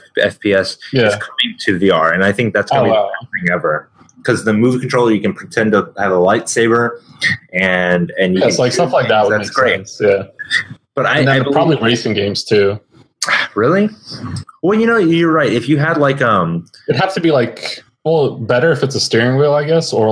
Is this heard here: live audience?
no